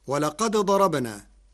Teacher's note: قرأ ورش كلمتي ولقد ضربنا بإدغام الدال الساكنة في الضاد، فهما متقاربان صغير، وحكمه جواز الإدغام.